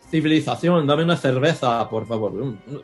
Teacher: they pronounce their C's and Z's with the Castilian TH sound